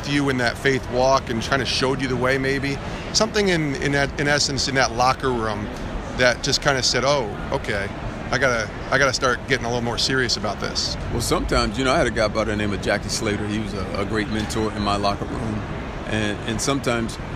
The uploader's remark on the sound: live from Super Bowl LII in Minneapolis